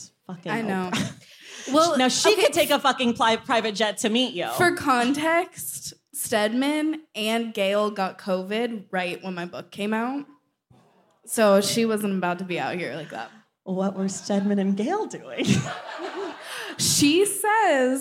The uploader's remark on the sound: Unabridged: The Oakland Live Show. This Unabridged features audio from our first stop on The Stacks tour in Oakland. We also give audience book recommendations with a special guest. This is an edited version of the live show.